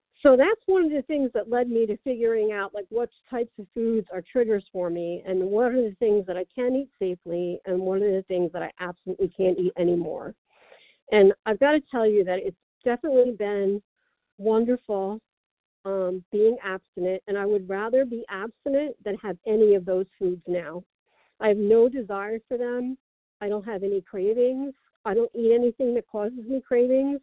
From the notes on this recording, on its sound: from the 100 Pounders Phone Meeting